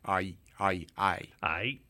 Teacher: the classic example is the letter I, which is actually ah and e said very quickly together · Term: diphthong